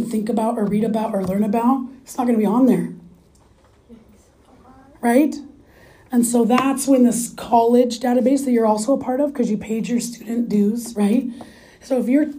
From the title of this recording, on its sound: In-Class Lecture